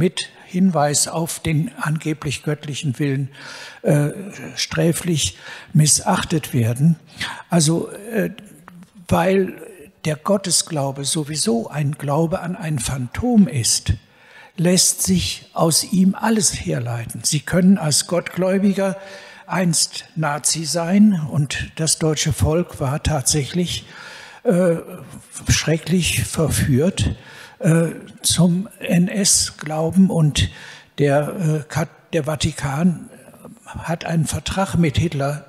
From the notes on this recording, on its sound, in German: In diesem zweiten Teil der Podiumsdiskussion kommen unter anderem die folgenden Fragestellungen aus dem Publikum